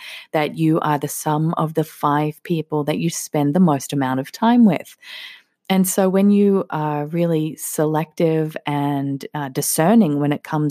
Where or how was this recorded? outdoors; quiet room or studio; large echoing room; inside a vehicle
quiet room or studio